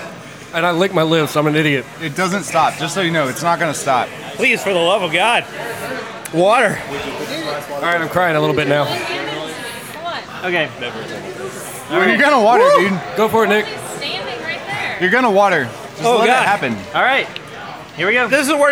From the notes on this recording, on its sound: Recorded at Rocky Mtn Pizza in Atlanta, GA.